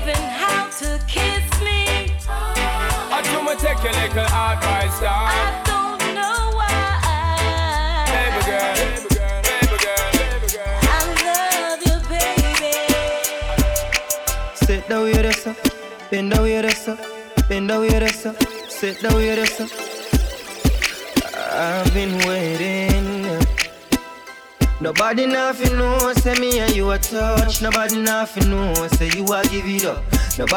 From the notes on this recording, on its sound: Brunch at Air Restaurant & Lounge DC. Spins LIVE at The Air Restaurant & Lounge | 2473 18th St NW Fl 2, Washington, DC 20009.